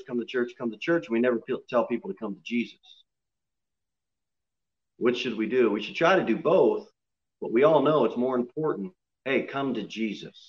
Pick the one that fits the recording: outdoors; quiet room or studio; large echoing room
large echoing room